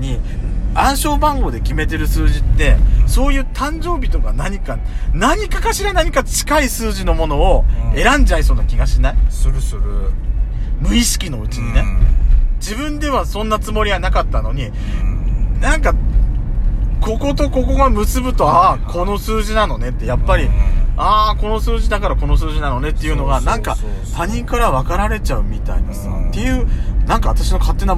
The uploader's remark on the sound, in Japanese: ドスドライブ収録。ロードノイズゴメンね。